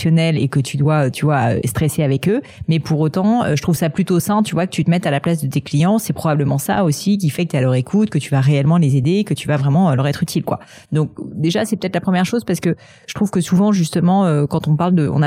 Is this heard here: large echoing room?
no